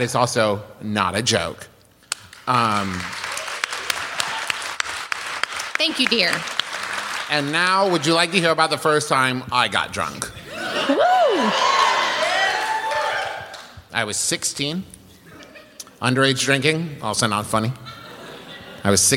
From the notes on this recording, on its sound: This episode was recorded live at the Moontower Comedy Festival in Austin.